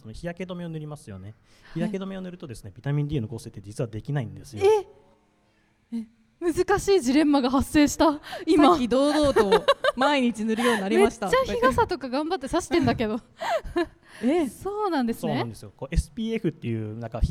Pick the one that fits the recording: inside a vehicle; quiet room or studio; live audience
live audience